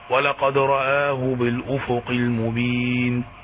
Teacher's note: وبالأفق كأنها مالت إلى الضم